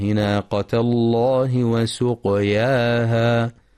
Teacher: يخطئ من يقرأ ناقة بضم التاء المربوطة ناقة والصواب فتحها